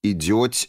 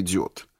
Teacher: мягкое окончание глаголов третьего лица настоящего времени «идёть» вместо «идёт» · Shown in: first take